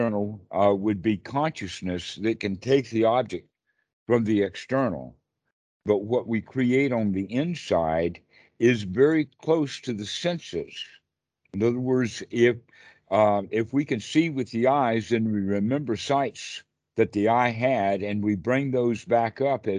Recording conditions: video call